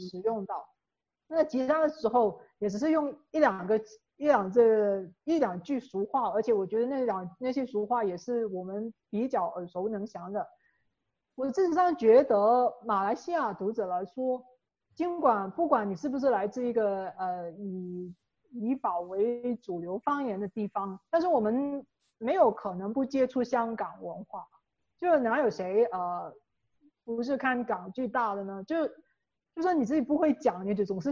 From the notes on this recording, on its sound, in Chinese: 地點：Zoom會議室